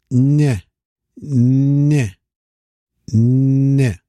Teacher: It's the rhythmic nh, nh, nh. The baby's tongue is hitting the roof of their mouth, like a sucking reflex.